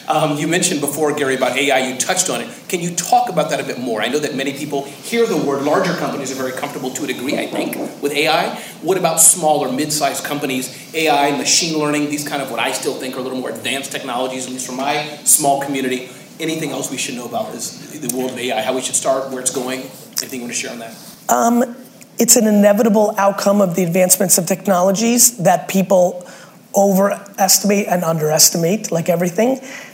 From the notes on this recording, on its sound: Your ‘Respectful Truth’ Is the Only Way to Change the Status Quo | SAP Fireside Chat. Recorded during a fireside chat I did at SAP.